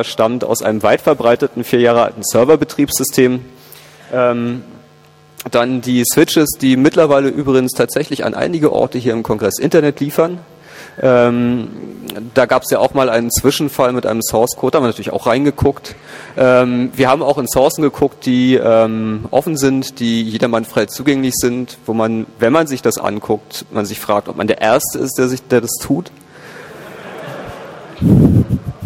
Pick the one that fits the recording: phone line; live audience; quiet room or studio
live audience